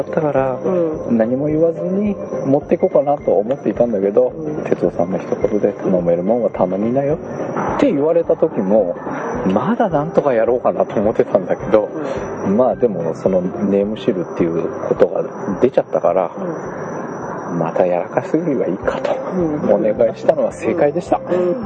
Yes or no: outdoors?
yes